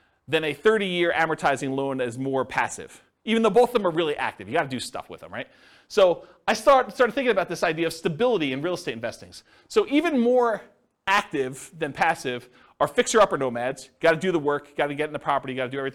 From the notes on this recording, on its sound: This was a live class recorded